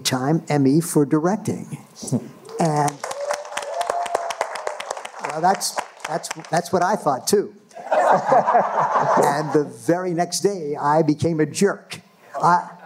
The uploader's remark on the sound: This very special bonus episode was recorded live at the State Theater at State College, Pennsylvania home to Penn State University. This is a panel discussion from four Penn State Alumni.